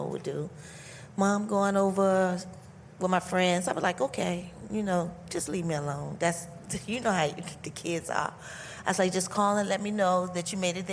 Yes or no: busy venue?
yes